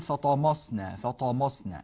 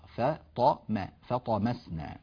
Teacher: ف مرققة، طا مفخمة، ما مرققة · Shown in: second take · Term: الميم مرققة